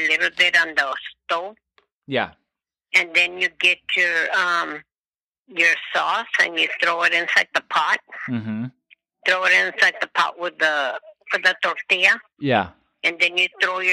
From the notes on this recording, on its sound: a phone conversation with each of his grandmothers